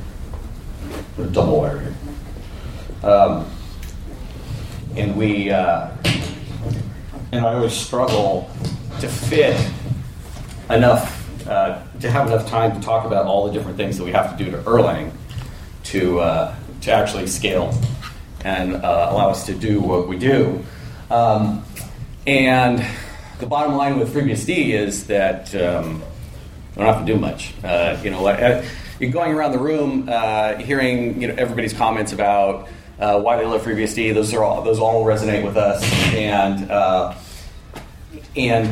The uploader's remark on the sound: A recording from a MeetBSD California 2014 talk